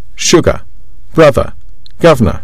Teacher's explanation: you can hear the schwa sound at the end of these words